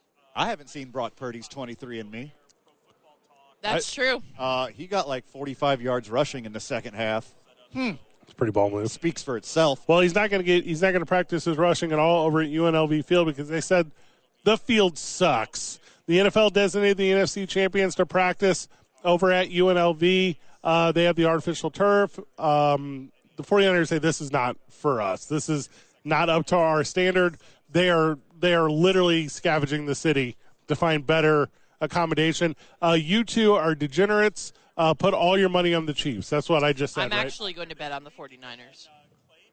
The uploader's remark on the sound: Radio Row Day 1 in Las Vegas. Live from Vegas on Radio Row.